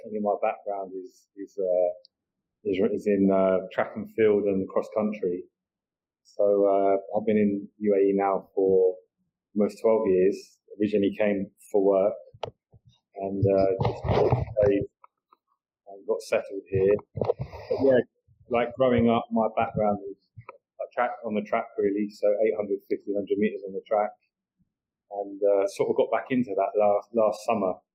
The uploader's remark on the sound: Recorded via Google Meet